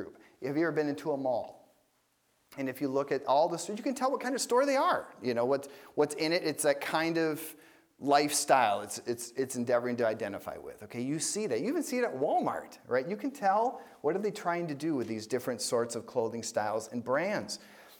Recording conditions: large echoing room